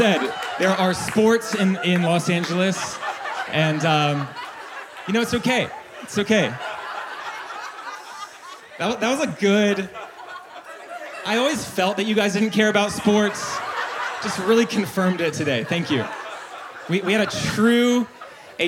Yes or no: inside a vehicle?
no